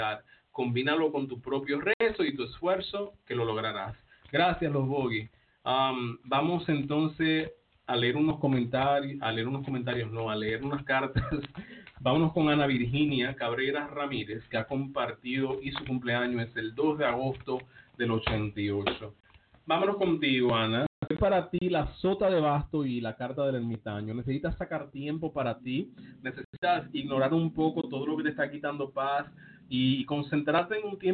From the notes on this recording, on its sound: Me encuentro en la ciudad de Nueva York, pero atiendo por telefono a todas partes de el mundo.